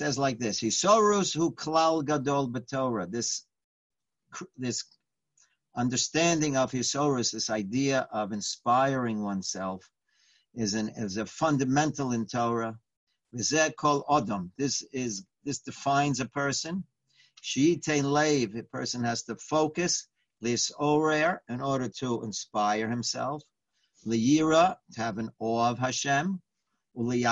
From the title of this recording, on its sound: Live On Zoom